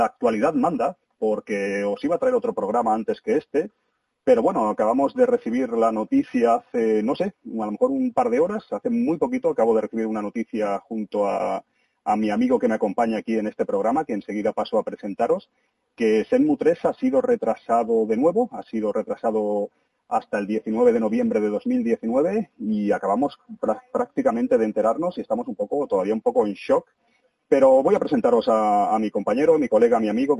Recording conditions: phone line